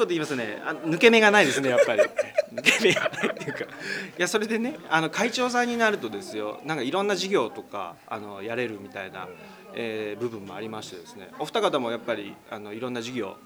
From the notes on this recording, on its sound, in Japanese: 今回は泉が丘の春野温泉さんでの収録。温泉らしく、施設内の卓球台とマージャン卓の上で録音するという情緒あふれる回になってい。